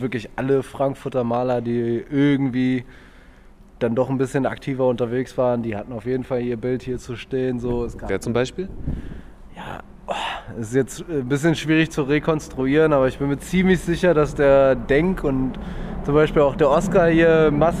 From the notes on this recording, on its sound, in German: stromern durch das Bahnhofsviertel, schneien im Dosenladen vorbei, malen eine Wand und ihr seid quasi live dabei